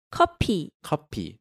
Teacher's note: Change that F sound to the P sound because in Korean there's no F sound.